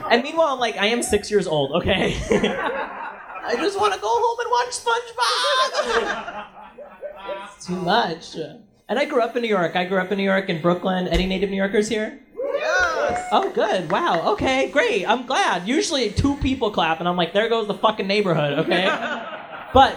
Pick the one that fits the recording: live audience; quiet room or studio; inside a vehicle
live audience